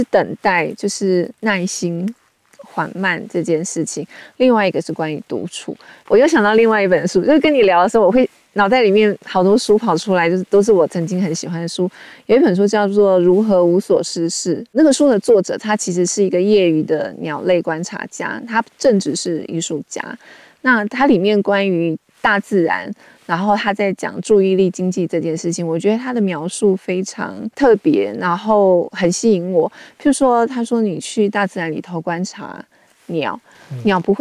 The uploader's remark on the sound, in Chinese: 本集非常特別，我們來到山林中錄音。在戶外席地而坐。